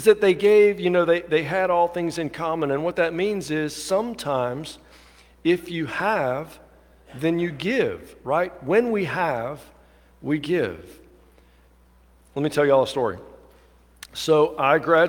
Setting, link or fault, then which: setting, large echoing room